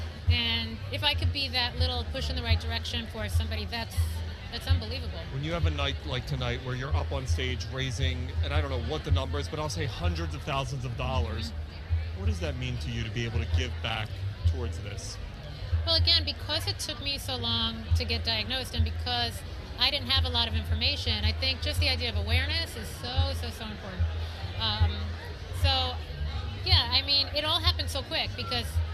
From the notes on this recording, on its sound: Live from the Tick-Borne Disease Alliance Masquerade Ball in New York.